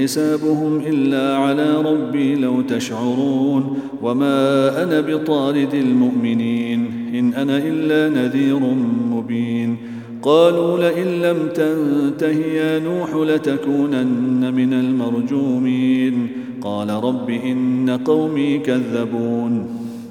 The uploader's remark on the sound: at the Houghton Masjid (West Street)